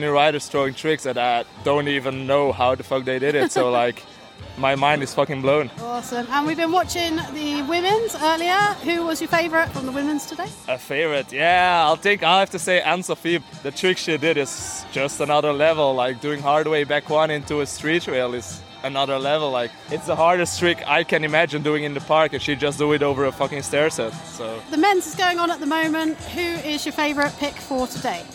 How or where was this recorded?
busy venue